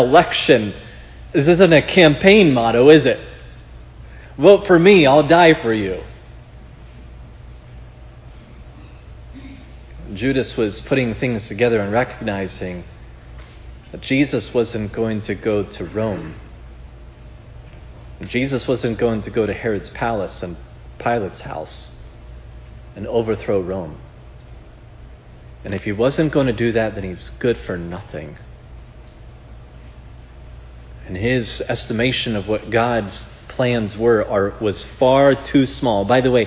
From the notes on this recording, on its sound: This sermon on Matthew 26:14-16 was preached at Providence Church on Sunday, June 12, 2022.